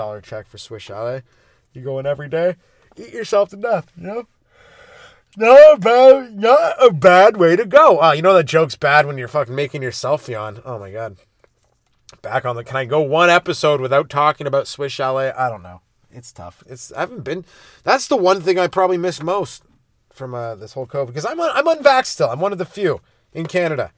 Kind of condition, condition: setting, inside a vehicle